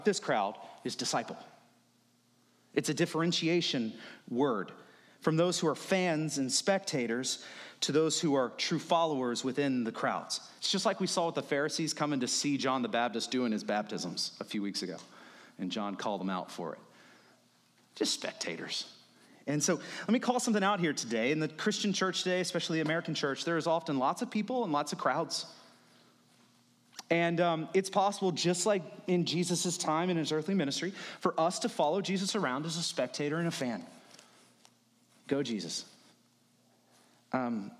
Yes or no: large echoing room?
yes